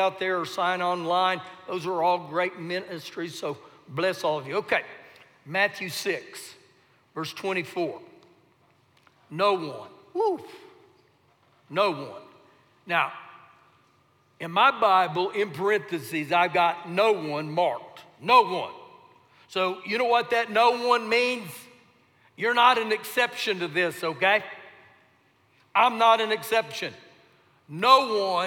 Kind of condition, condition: setting, large echoing room